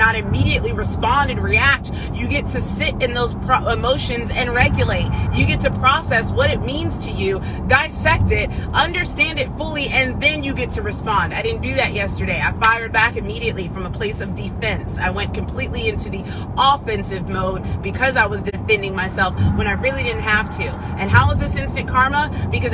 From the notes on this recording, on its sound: An episode that is uploaded directly from my phone from a voice memo or a live.